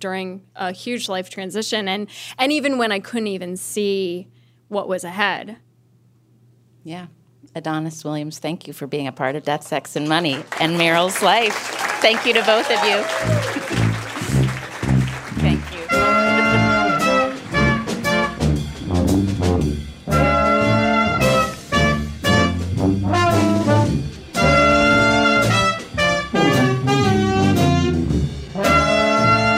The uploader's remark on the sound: A show we hosted at Caveat in Manhattan. Throw ourselves an in-person goodbye celebration. A show we hosted at Caveat in Manhattan.